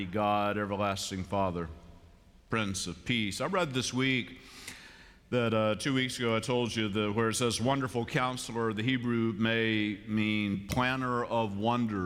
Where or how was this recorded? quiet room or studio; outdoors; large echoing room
large echoing room